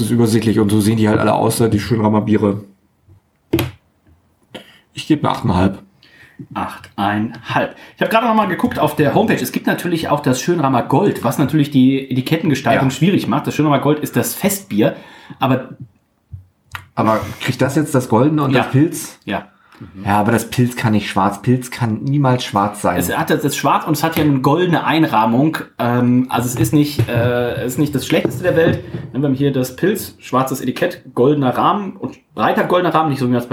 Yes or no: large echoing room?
no